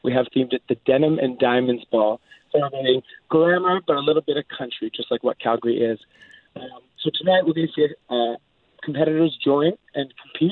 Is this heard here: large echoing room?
no